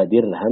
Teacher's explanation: فالراء ساكنة وما قبلها مكسور فحقها الترقيق